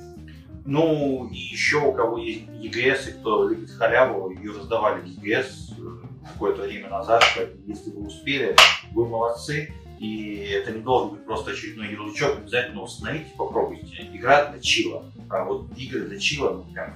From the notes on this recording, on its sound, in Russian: Второй выпуск подкаста Духовка родился в муках перезаписи. В этот раз нас настигли некоторые проблемы со звуком.